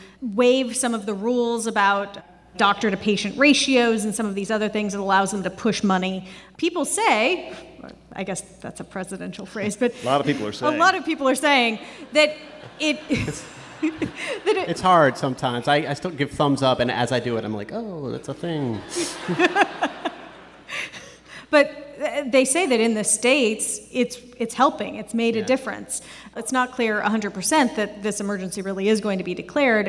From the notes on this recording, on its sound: NPR Politics Live From Chicago. This is a special episode, recorded in front of a live audience at the Athenaeum Theatre in Chicago.